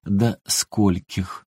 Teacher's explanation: Причем ударение в слове «скольких» всегда падает на первый слог. Оно неподвижное.